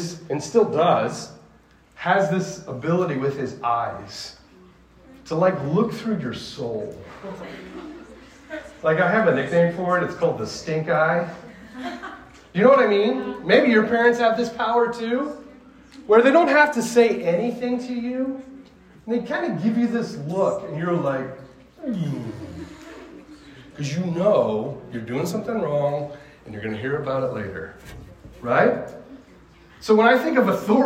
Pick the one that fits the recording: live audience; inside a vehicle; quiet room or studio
live audience